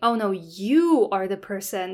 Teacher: my emphasis on the you is also part of the prosody. So that's kind of like a variation in the pitch of your voice.